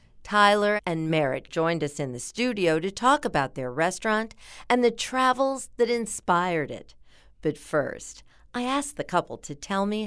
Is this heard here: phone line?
no